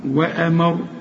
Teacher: الراء هنفخمها لانها مضمومه عند الوقف